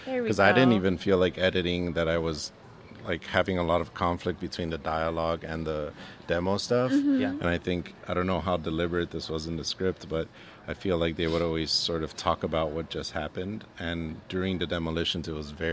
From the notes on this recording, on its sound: We are live, on-location at the TCL Chinese Theatre for AFI FEST 2023